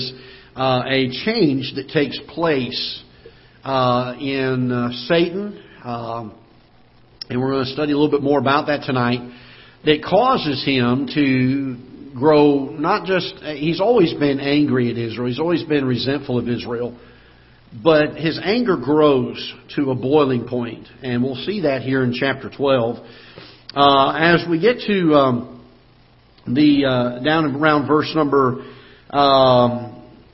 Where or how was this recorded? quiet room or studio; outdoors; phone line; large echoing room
large echoing room